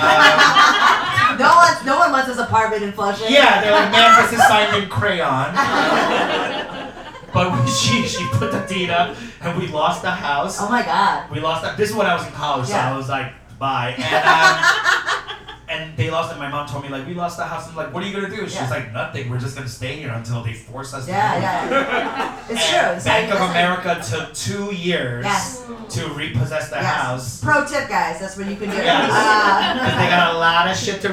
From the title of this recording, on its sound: Ajumma Live DC 2022